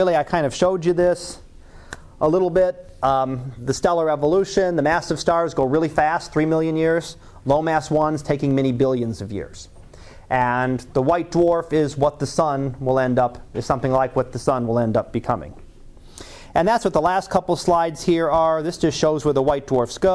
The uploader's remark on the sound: Live Class Lecture